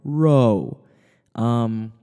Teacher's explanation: ro is not a hard R the way we might use it in English.